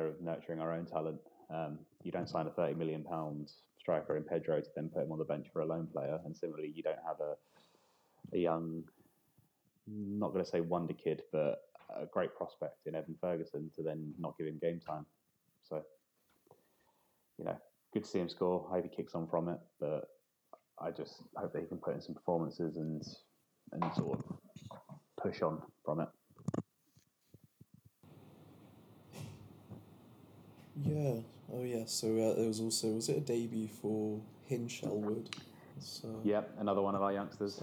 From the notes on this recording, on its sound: Apologies folks in advance for minor sound quality issues